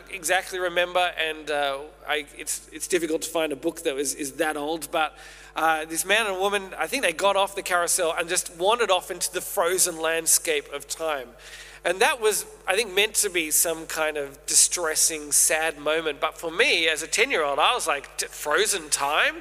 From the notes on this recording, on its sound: Originally preached at St A's Merri-bek in June 2023